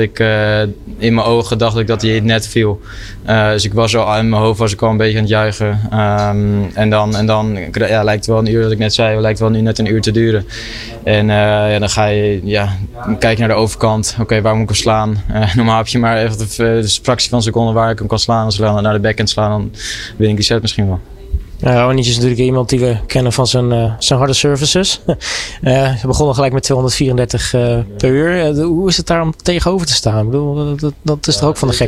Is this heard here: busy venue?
yes